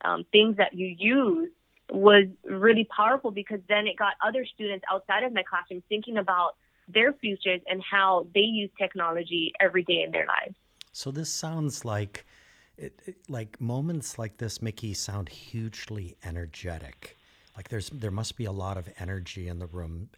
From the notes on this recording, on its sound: FYI, this episode was recorded via phone bridge to a studio in Hawaiʻi during the Covid-19 crisis. For engineering the audio at Thunder Studios Hawaiʻi.